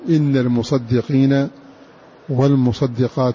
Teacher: والصادان من بعد دم صلا أي المرموز له بدم صلا وهو ابن كثير وشعبة قرأ بالتخفيف الصادين